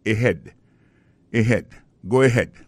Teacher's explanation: accent tonique là tombé sous deuxième syllabe